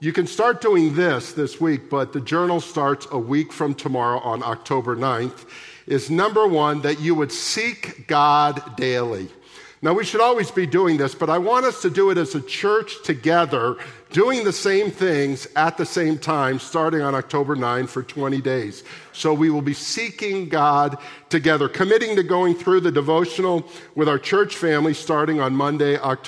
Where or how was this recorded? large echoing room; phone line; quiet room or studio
large echoing room